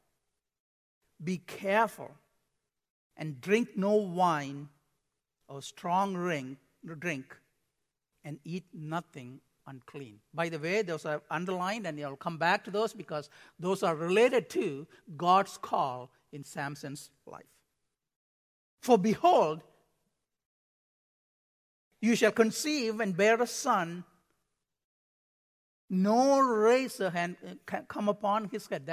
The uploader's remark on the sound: Midland Evangelical Free Church Sermon Audio